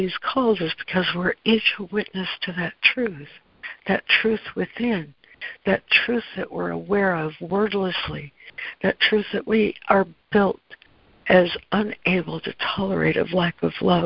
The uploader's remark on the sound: ACIM Daily Conference Call